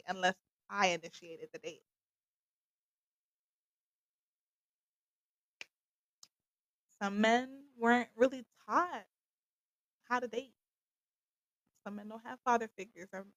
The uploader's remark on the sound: Please bare with me with the audio for this episode